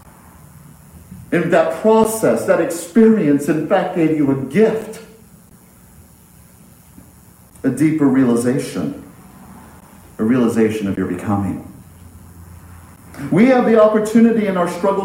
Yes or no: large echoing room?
yes